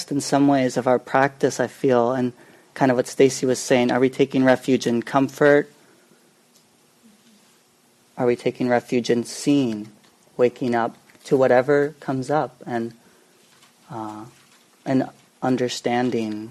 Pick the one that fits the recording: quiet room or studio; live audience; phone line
live audience